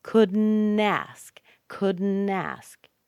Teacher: Connect that N with the A.